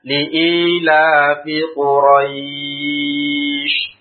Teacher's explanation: Tapi ya-nya dipanjangkan. Ya. Huruf lin-nya yang dipanjangkan.